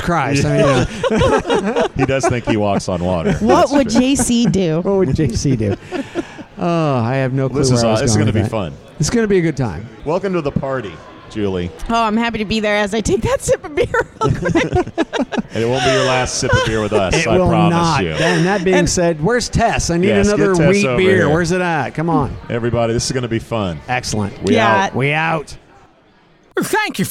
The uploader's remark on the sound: live-from-a-bar